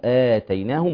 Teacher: مد بدل يمد بمقدار حركتين